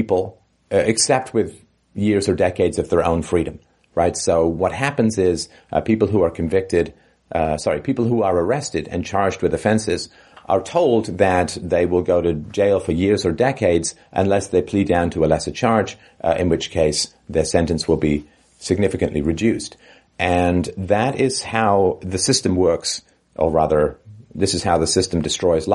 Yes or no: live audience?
no